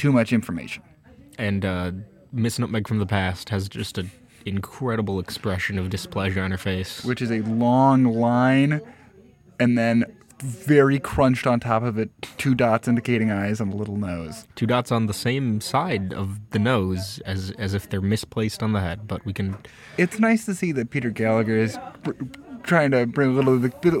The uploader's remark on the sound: as we record from our favorite jazz club Will's